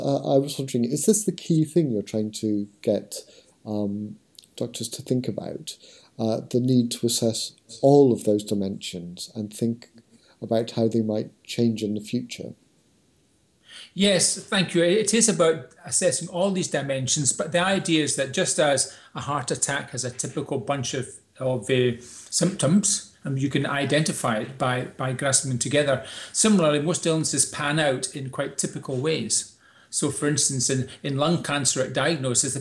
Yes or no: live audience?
no